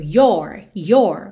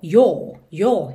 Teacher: no your possessivo, especialmente no inglês americano, esse O é mais aberto. · Shown in: first take